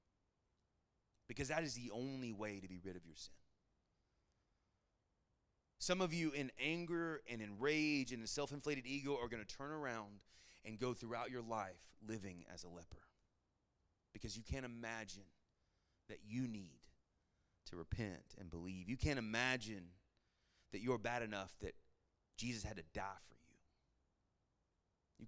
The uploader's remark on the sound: Sermon Audio from our Worship service